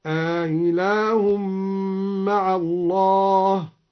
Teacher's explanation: قرأ الدوري بتسهيل الهمزة مع الإدخال